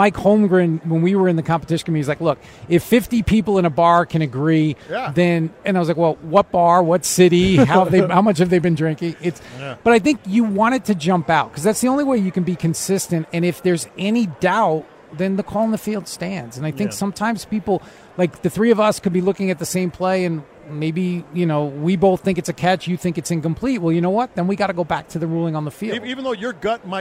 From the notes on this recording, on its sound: LIVE at Radio Row